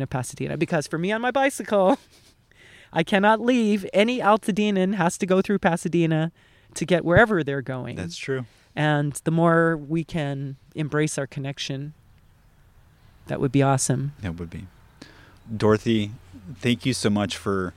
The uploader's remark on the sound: This special episode was recorded at Loma Alta Park in Altadena.